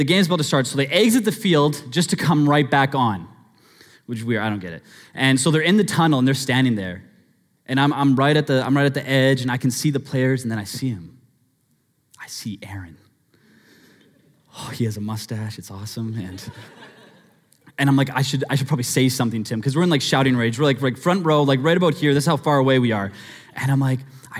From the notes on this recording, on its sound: Sermon Audio From Northview Young Adults